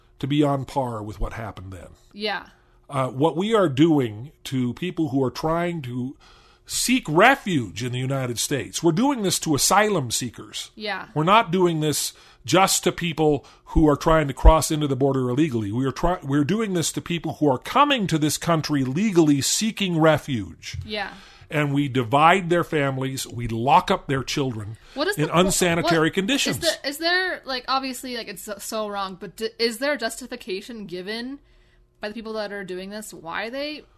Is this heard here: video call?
no